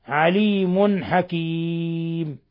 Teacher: تنوين ضم جاء بعده الحاء، إظهار حلقي